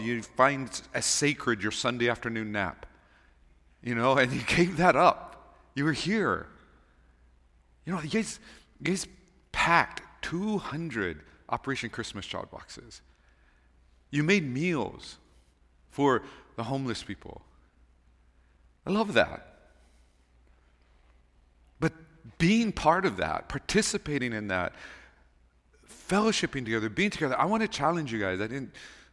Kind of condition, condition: setting, large echoing room